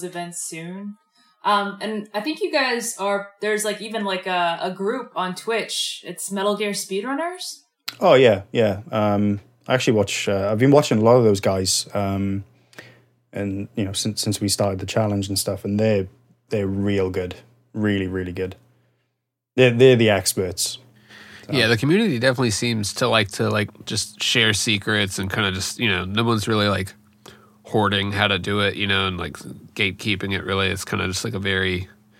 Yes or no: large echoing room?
no